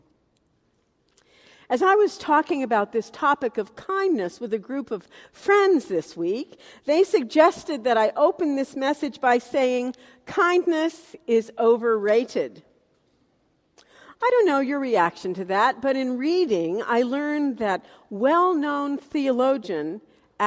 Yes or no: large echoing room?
yes